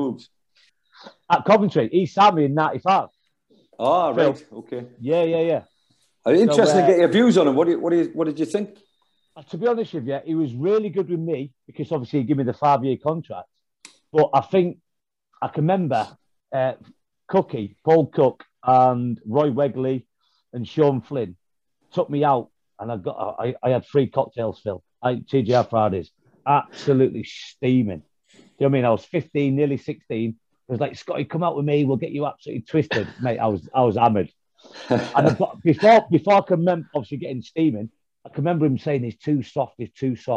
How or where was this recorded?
video call